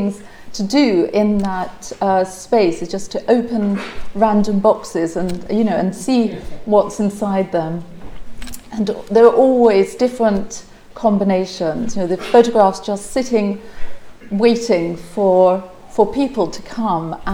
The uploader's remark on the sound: Opening remarks on the first day of the conference.